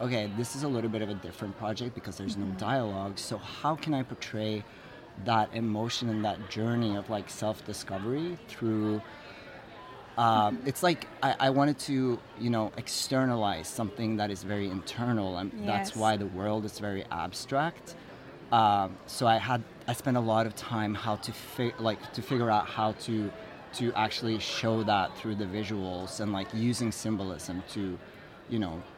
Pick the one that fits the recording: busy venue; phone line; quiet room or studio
busy venue